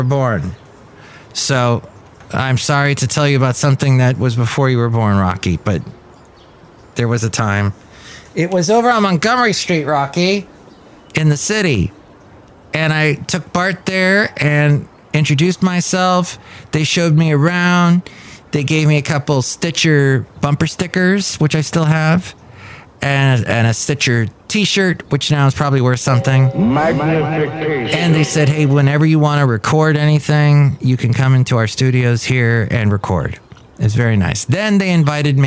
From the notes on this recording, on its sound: podcasts live from Café Anyway